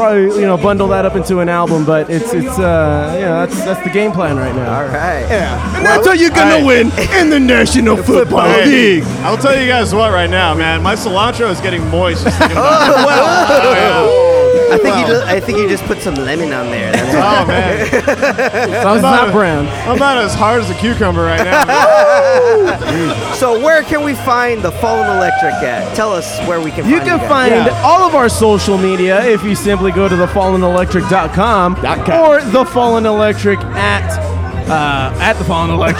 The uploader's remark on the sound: Live From Foobar Fest 2019 at Dba256 in Pomona, CA